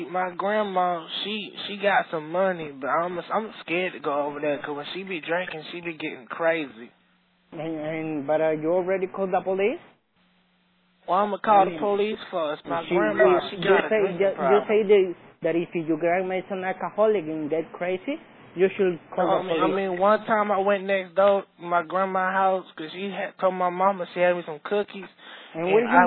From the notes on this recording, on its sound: …'s Personal Prank Phone Calls Collection.